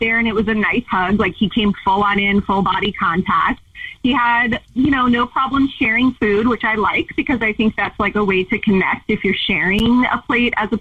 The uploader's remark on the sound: We get that other person on the phone